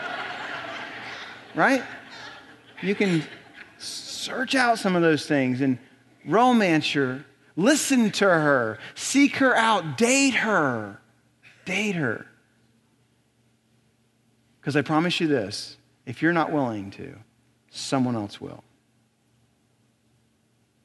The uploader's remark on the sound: Recorded on April 29, 2018 at Graceland Baptist Church in New Albany, Indiana.